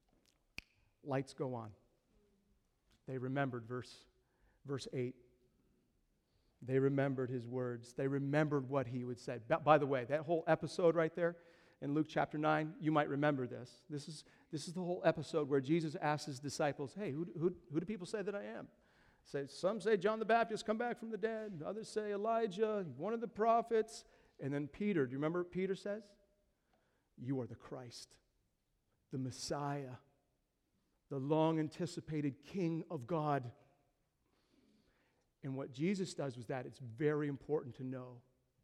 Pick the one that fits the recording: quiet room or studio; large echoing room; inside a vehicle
large echoing room